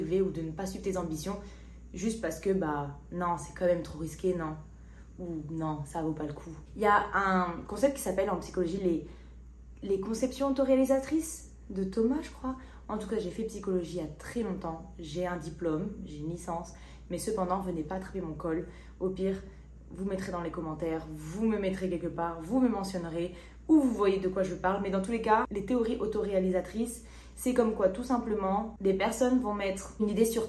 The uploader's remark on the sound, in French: MON MICRO N’ÉTAIT PAS BRANCHÉ, ainsi la qualité du son sur le format audio et visio est à désirer